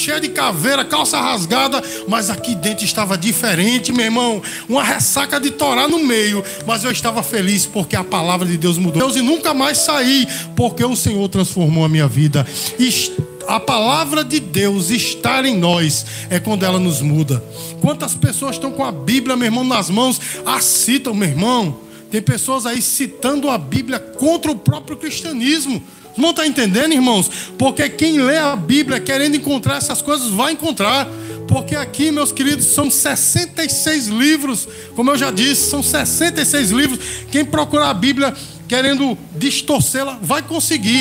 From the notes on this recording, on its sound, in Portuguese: Gravado no culto de celebração da Igreja Bíblica Vida Eterna (IBVE).